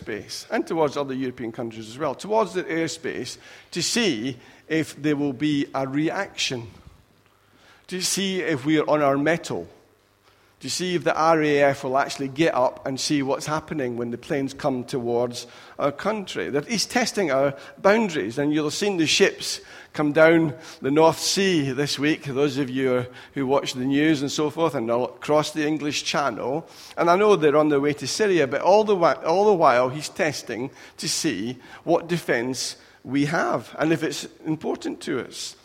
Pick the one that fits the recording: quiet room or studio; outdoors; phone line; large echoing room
large echoing room